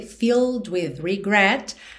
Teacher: Filled, esse é agora já não é pronunciado. Então do L você vai direto pro D.